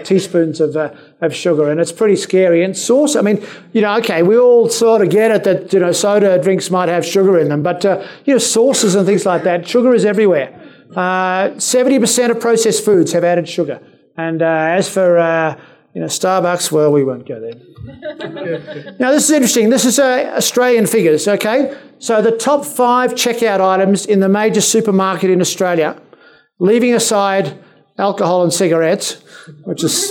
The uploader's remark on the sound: you will hear various lectures from that conference